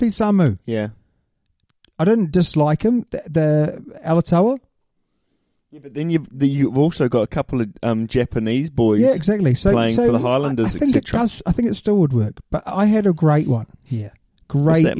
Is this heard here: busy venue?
no